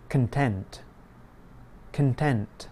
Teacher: The stress is on the second part of the word. The unstressed syllable has the reduced vowel sound, the schwa.